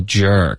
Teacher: 中文的这个 g 的这个发音呢是不嘟嘴唇的，可是英文的 j 会嘟嘴，所以你们发这个 j 的音要记得一定要撅嘴唇。Okay,如果你发成劲儿。会导致一个比较重的口音，会而且这个口音很奇怪，就是一般老外知道有问题，可是不知道为什么，所以外教老师教这个音的时候比较别扭。